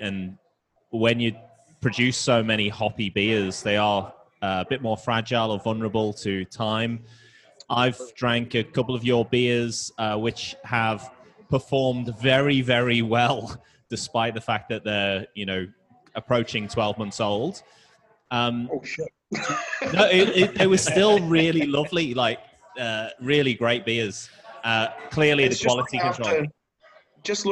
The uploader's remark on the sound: We return to the Royal Mail on Spencer for the first time in a long time for a live episode of the Online Meet the Brewers